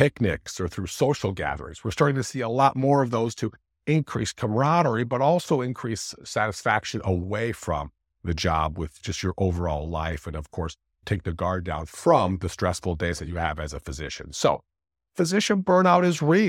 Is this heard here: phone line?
no